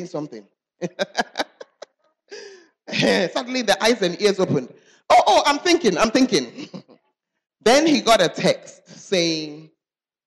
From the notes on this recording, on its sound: Preached at the Charis Conference